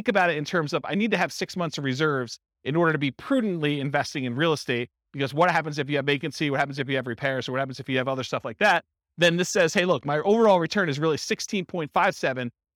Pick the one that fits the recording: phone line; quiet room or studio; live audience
live audience